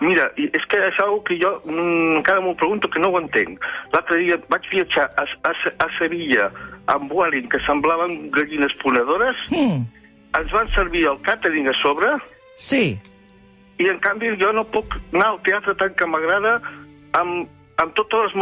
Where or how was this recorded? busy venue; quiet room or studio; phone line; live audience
phone line